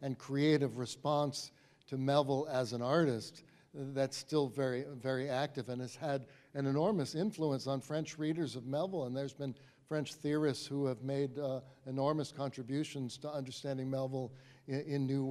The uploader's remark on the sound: This episode was recorded before a live audience at the New Bedford Whaling Museum during their annual Moby-Dick Marathon.